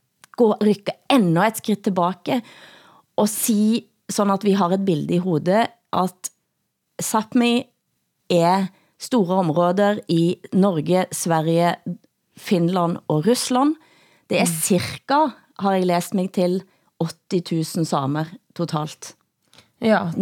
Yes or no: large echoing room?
no